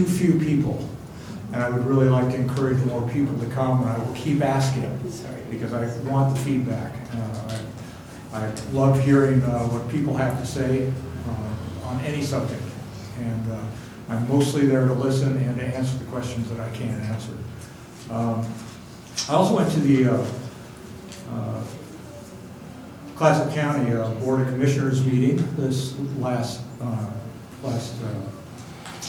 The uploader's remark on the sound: Live recording of Astoria City Council meeting, March 18, 2019, Astoria City Council chambers.